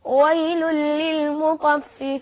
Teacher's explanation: والتنوين إذا جاء بعده لام هو إدغام بغير غنة، فلذلك نطيق غنة نقول ويل للمطففين.